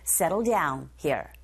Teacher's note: settled의 d, down의 d, 겹자음이죠. 이런 경우 첫 번째 자음 소리 탈락. 그래서 발음하기 편하게 settle down here 이렇게 하시면 돼요.